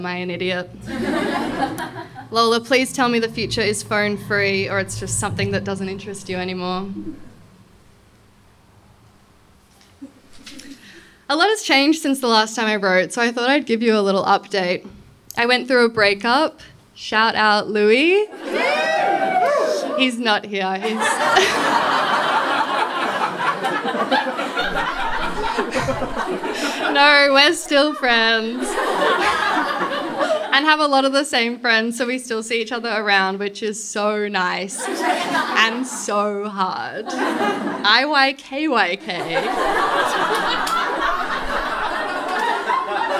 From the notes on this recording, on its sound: This episode was recorded live at the Brunswick Artists Bar.